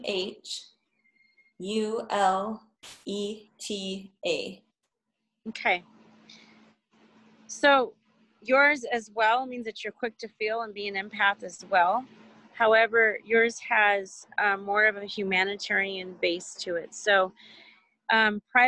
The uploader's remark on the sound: A zoom chat. Despite the internet freezing on my end, resulting in me talking over my guest at times.